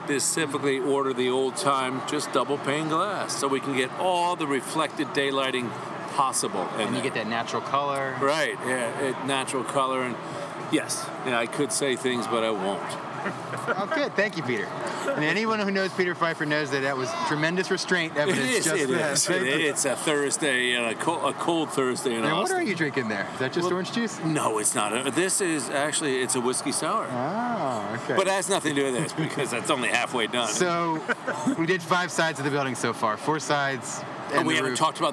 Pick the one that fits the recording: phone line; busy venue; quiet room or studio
busy venue